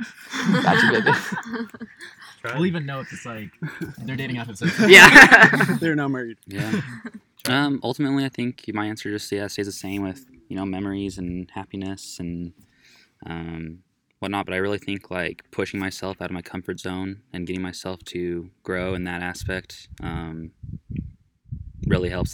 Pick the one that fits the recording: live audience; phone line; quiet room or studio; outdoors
outdoors